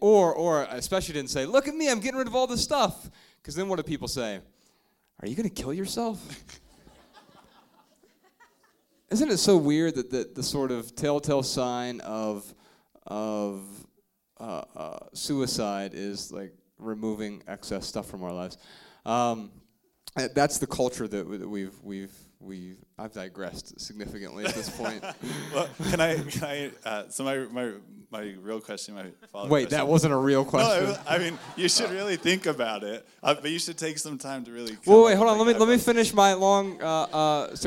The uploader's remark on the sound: Answer questions in front of a sold-out crowd in Salt Lake City, Utah.